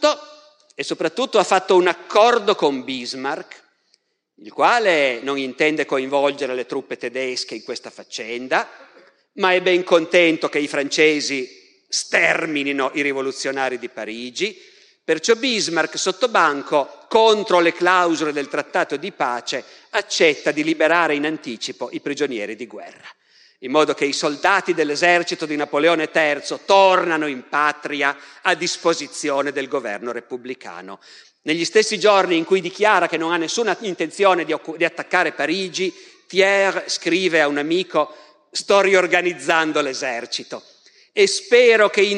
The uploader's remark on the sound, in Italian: Dal Festival della Mente 2021